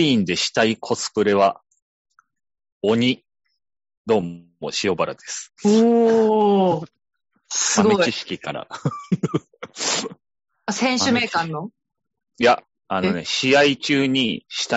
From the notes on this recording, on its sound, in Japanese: ZOOM収録なのでお聞き苦しい箇所もあるかもしれませんがご容赦を！回線悪かった～！